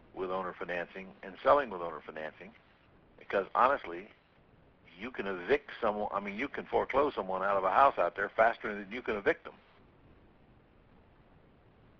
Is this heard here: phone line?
yes